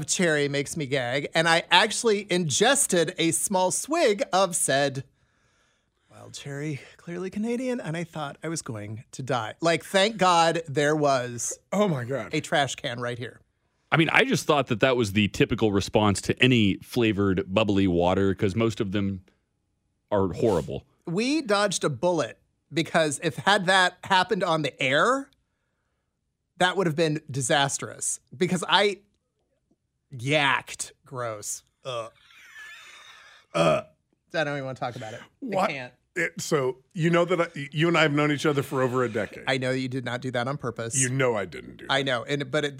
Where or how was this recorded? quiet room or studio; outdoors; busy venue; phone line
quiet room or studio